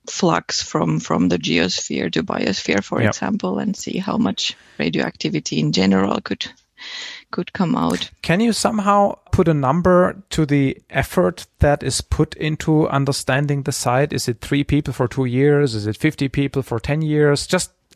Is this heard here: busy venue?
no